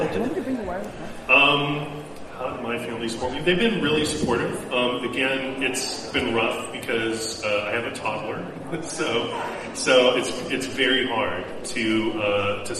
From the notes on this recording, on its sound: NerdCon Podcasting Panel! In case you couldnt make it to Escondido for our panel at NerdCon, here it is!